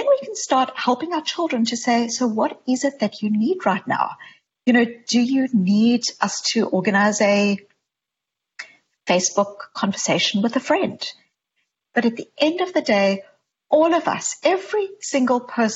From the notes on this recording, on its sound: This virtual conversation is part of the TED Connects series